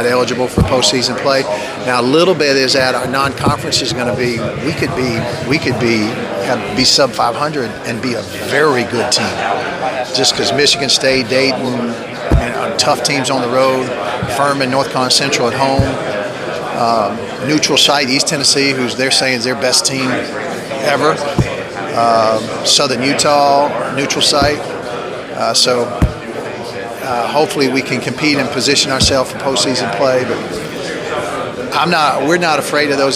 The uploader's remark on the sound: At 2019 Big South Media Day.